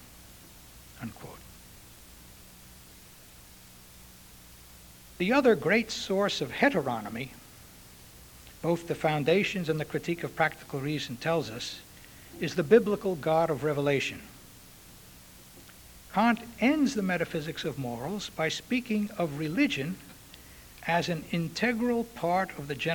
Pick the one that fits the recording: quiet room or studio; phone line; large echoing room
large echoing room